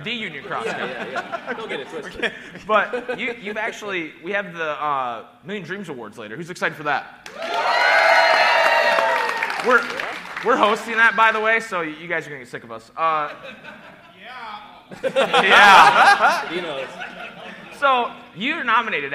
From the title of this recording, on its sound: Live from RECONNECT YEAH